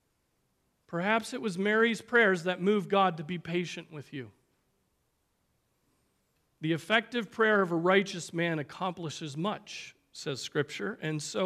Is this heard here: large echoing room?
yes